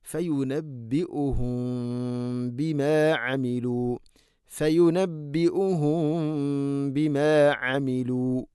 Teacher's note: സാക്കിനായ മീമിന് ശേഷം ബാ വന്നാൽ ഇഖ്ഫ ഷഫവി എന്നാണ് പറയുക